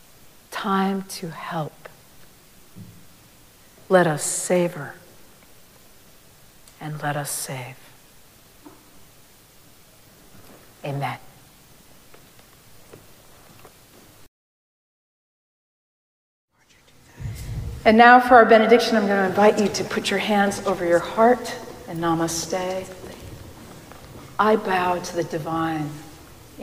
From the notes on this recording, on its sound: Recorded live at Arlington Street Church.